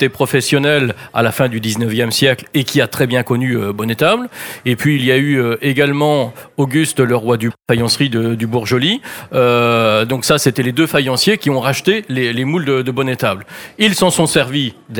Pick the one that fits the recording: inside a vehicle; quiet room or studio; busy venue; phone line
busy venue